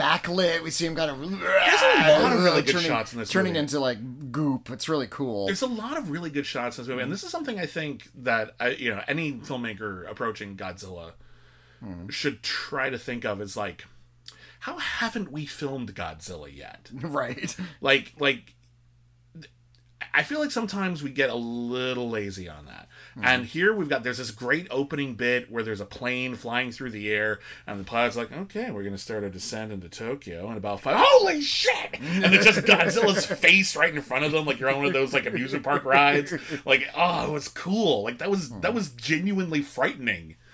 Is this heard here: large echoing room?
no